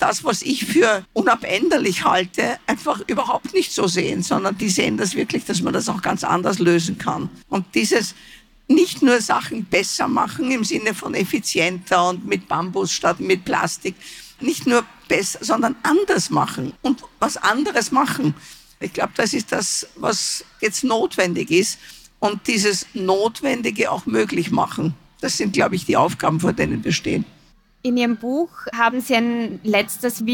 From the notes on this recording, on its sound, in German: Über diese Fragen wurde kürzlich auf der Buch Wien diskutiert, die bearbeitete Aufnahme hören Sie in dieser Podcastfolge.